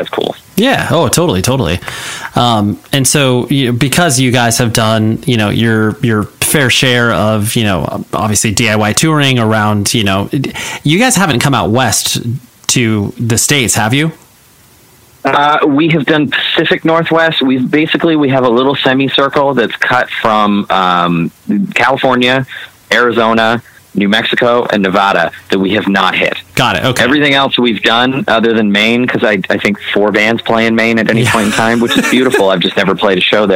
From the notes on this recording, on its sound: We hopped on the phone one day (some dodgy cell service up in Canada)